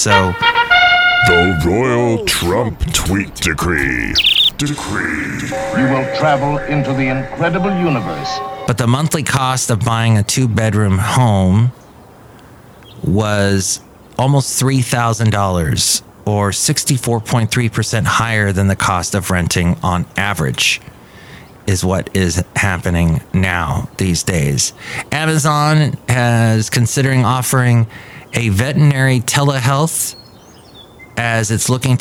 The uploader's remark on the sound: Podcasts live from Café Anyway.